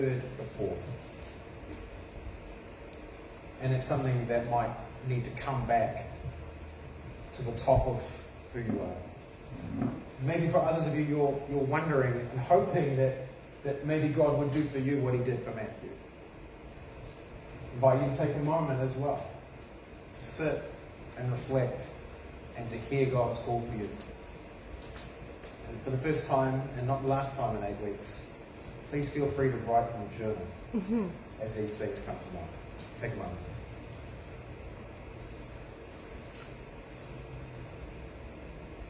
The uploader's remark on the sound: This sermon was preached at cession|community on 21 February 2021